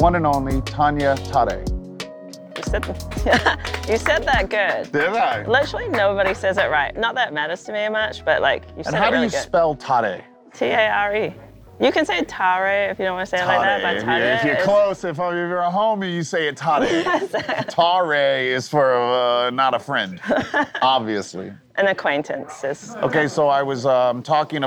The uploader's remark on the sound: Live From The Preserve